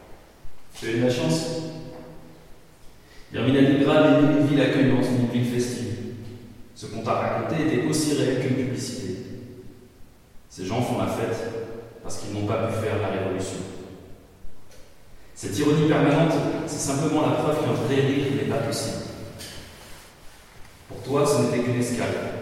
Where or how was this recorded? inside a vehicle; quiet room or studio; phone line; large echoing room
large echoing room